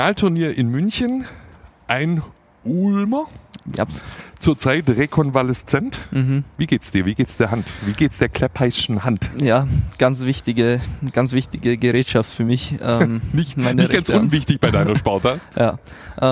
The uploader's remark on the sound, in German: Talk auf dem Conference Deck Im Orange Campus